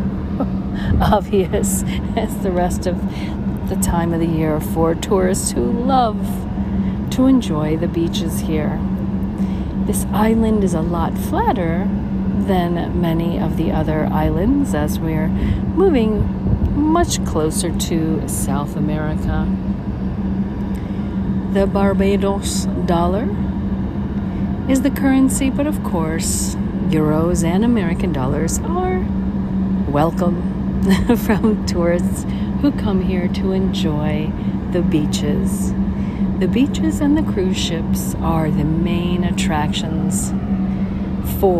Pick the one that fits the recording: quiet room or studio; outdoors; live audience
outdoors